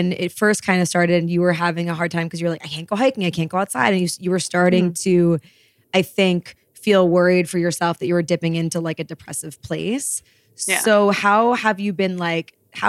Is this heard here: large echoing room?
no